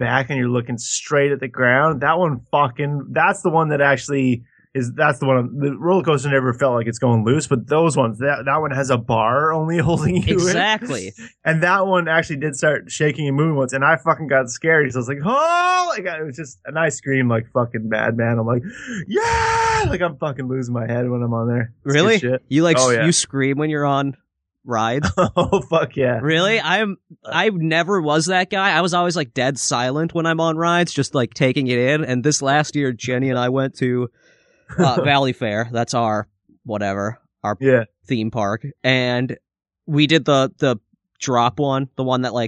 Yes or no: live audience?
no